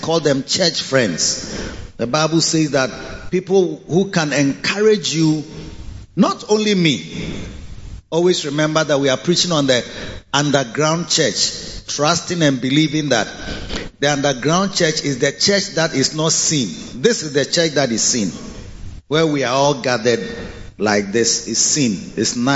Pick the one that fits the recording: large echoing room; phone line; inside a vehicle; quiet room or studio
large echoing room